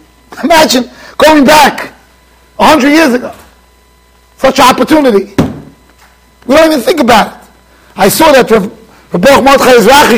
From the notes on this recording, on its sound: Shiur recorded in Yeshivas Ohr Reuven, Monsey NY.